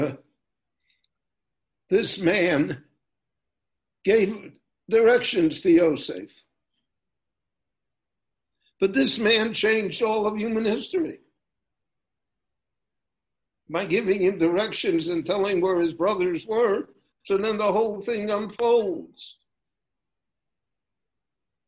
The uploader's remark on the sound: recorded LIVE via Zoom in Jerusalem